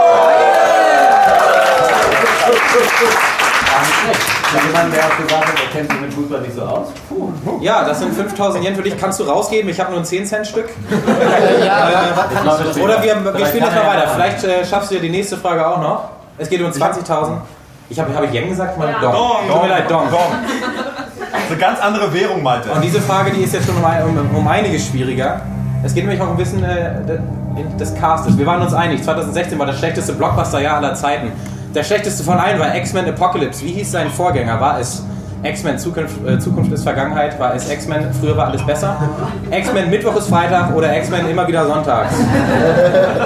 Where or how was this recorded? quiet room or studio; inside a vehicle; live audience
live audience